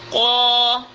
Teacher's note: waktu kita baca qo, bukan qaf saja ditebalkan, tapi alif juga ditebalkan